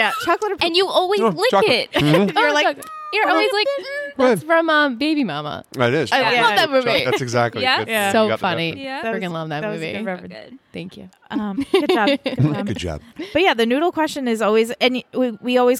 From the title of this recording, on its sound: LIVE FROM TRIC